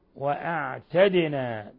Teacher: قلقلة الدال لأنها ساكنة